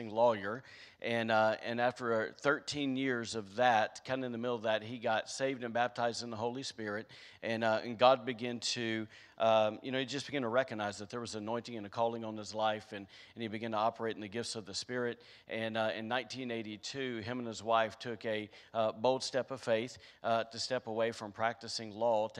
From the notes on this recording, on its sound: was recorded on Sunday, October 3rd, 2021, during service at The Anchor Church in Rockport, Maine.